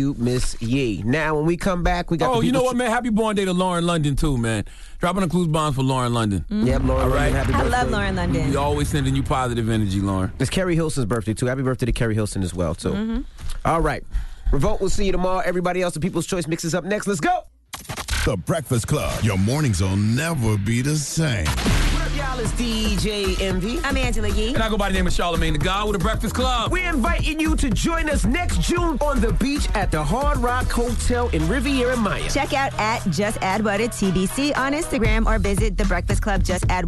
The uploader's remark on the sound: Today on the show we opened up the phone lines